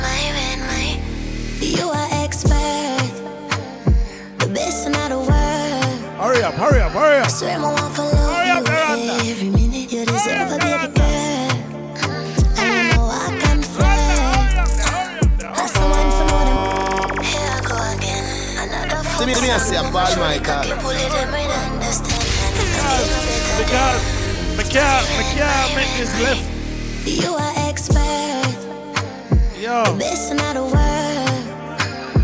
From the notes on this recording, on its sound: LIVE AT REFILL TUESDAYS IN THE BRONX